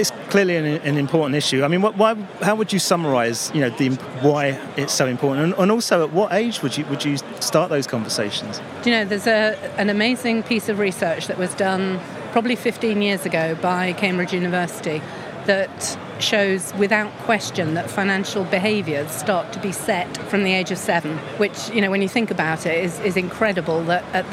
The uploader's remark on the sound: The first of two episodes recorded in partnership with Banking Circle Group at Money20/20 Europe, that took place in Amsterdam. We recorded a series of interviews on the Banking Circle booth with a number of the speakers from the conference.